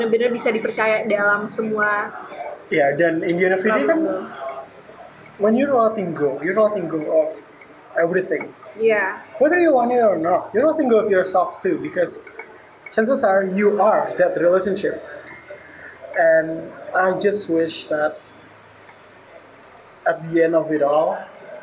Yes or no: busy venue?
yes